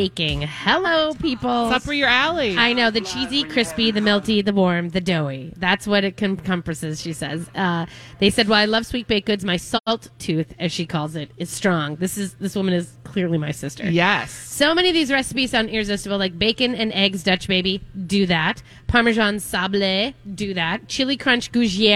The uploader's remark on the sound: live at G-Will Liquors in Andover!